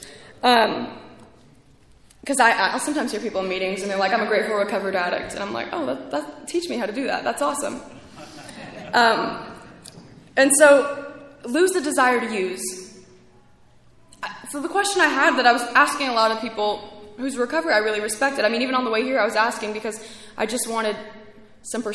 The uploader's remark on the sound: speaking at ARVANA convention 3/2023